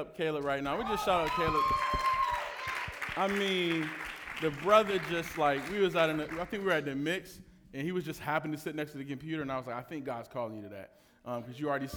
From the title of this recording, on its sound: Live Q&A Panel Discussion